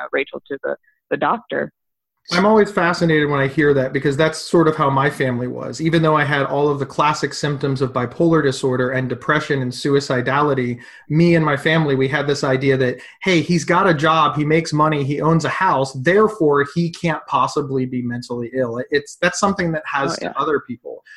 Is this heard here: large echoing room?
no